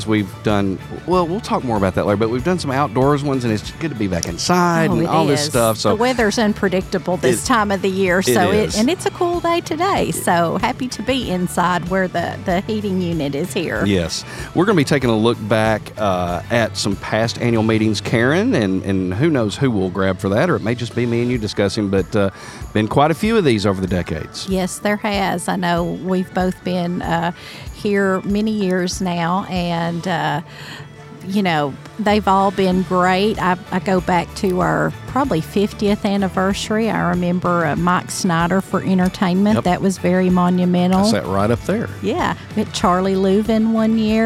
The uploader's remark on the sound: LIVE from the 2023 Ben Lomand Connect Annual Meeting!